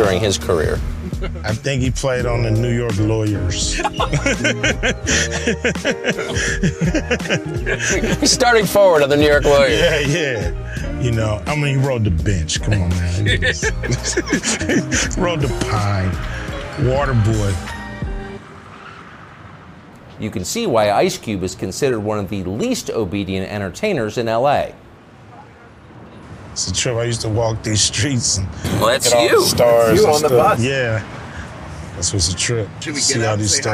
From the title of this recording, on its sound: our drive through South Central LA